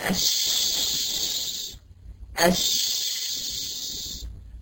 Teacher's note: في الشين بتلاقي الوترين الصوتيين عندي مفتوحين مخرجين كمية هواء رهيبة · تفشي، التفشي دي صفه لحرف الشين، هو انتشار صوت الشين من مخرجه حتى يصطدم بالصفحه الداخليه للاسنان العليا والسفلى